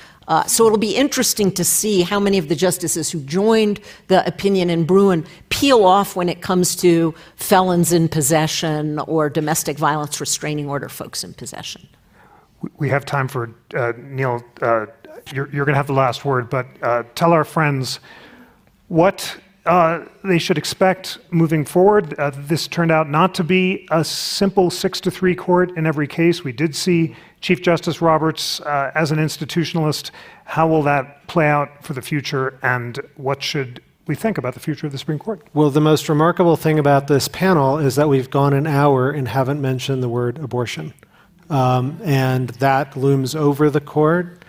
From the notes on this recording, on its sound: for an in-depth discussion at the 2023 Aspen Ideas Festival